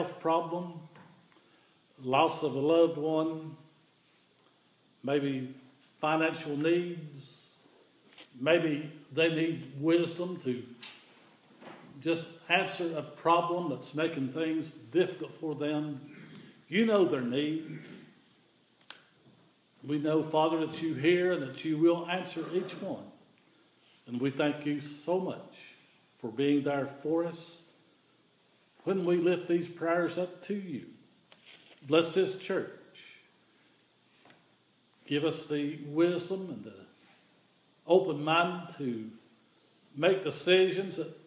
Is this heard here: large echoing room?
yes